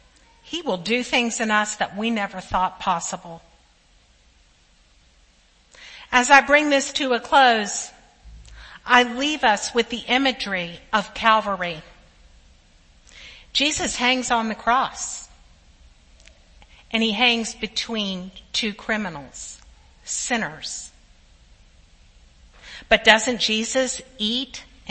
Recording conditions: large echoing room